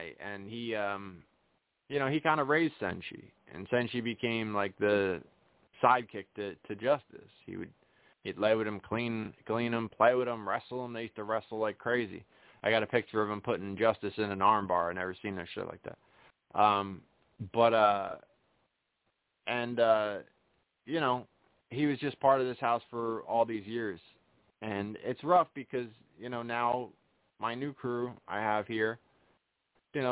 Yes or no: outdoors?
no